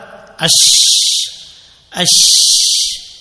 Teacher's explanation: এর প্রথমে মাখরাজ হলো জিব্বার মধ্যখান তার বরাবর উপরে তারুর সঙ্গে লাগাইয়া · Term: শিন